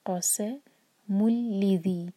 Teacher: آیت نمبر 5, هل فی ذالک، فی اور ذا مد طبعی، قسم مل، قاف کو ہیوی پڑھنا ہے، سین کو وسلنگ ساؤنڈ کے ساتھ